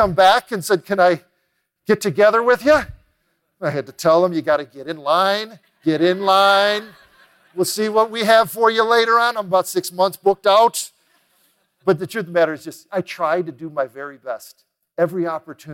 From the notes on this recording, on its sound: recorded live at The Peak Experience